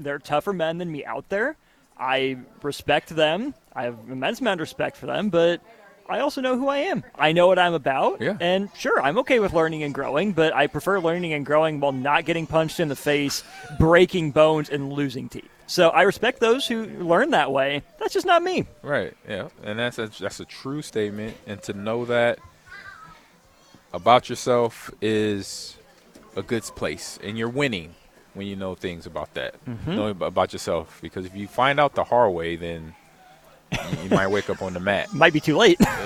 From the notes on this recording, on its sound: LIVE (Pt2) from Most Wanted MMA in Lincoln